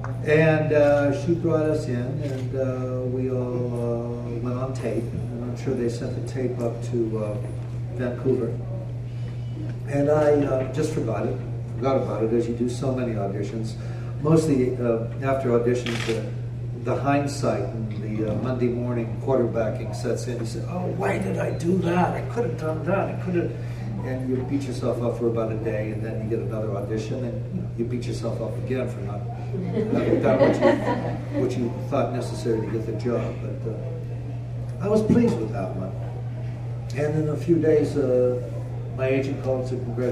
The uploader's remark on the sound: Apologies for the poor audio quality.